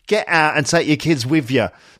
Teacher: not with TH, but with, like with a V sound · Term: Cockney accent